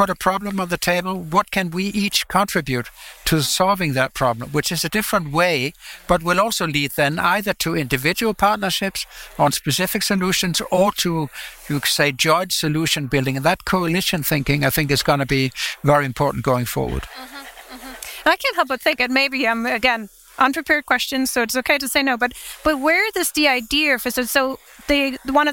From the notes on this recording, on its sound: The audio for this episode was recorded live during the international world congress for architects UIA23, at the FSC Lounge supported by EU Life programme.